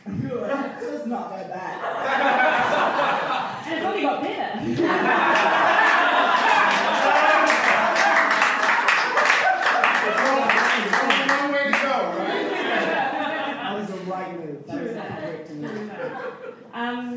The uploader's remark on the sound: Recorded live at The Basement Theatre November 23rd 2017.